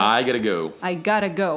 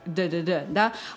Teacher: То есть вы языком как бы бьете, да, свою там, свои альвеолы